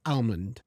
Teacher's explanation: even in the United States, there are people that pronounce the L. They would say almond, and it's completely fine.